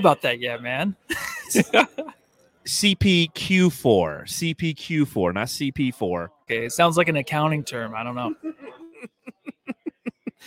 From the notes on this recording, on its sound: coming to you live from Blue Agave Mexican Cantina after Game 4